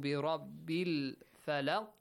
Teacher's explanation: Ra is pronounced heavily. Tafkhimur ra is applied here because it's got a fatha on the top.